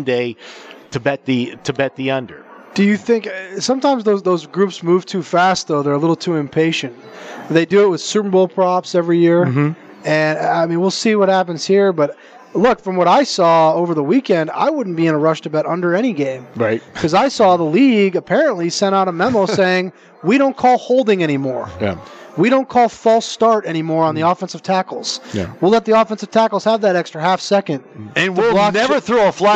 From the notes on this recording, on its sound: Live From the Superbook at the Westgate Las Vegas